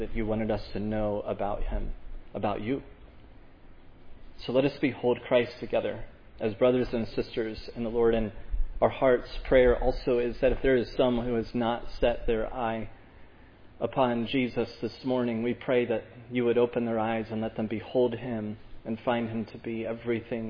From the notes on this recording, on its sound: Preached at Providence Church on Sunday, May 22, 2022. This sermon on Psalm 122 was preached at Providence Church.